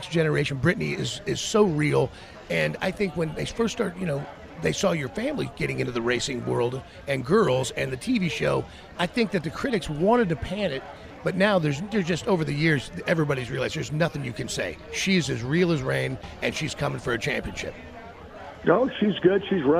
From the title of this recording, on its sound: LIVE FROM STURGIS